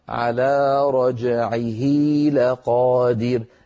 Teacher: ولاحظوا أن قبلها فتحة وبعدها فتحة، قبلها متحرك وبعدها متحرك، كذلك الأمر لو تابعنا التلاوة على رجعه لقادر، عيه أيضا هذه ضمير ومفرد غائب مذكر ووقعت بين متحركين لأن العين متحركة واللام متحركة، فأشبعنا يعني طولنا كسرة الهاء فتولد منها ياء منطوقة ليس لها صورة في الخط · Term: مد الصلة